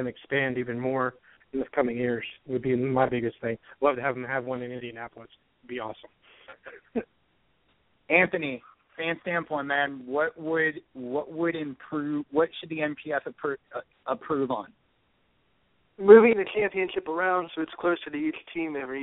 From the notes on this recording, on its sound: Opens the phones for the fans of National Pro Fastpitch.